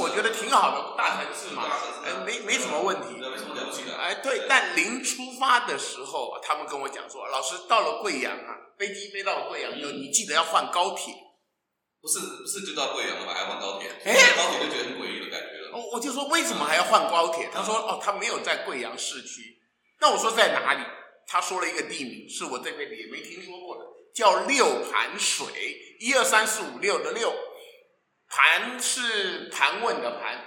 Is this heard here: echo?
yes